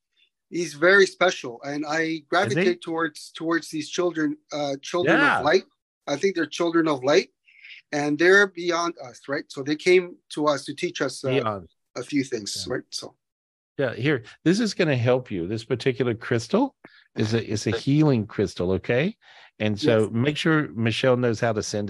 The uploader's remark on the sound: This was recorded LIVE on Zoom